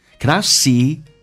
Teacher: cannot 的 T 不发音，这叫略音